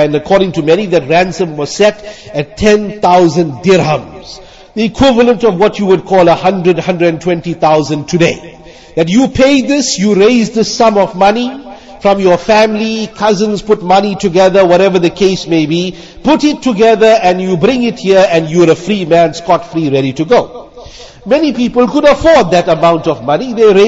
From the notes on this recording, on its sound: Jumuah lecture